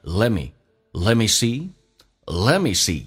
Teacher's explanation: Let 跟 me 有一个弱化现象，直接把 t 去掉 me，然后长元音近似于发短元音变成 let me. Let me see.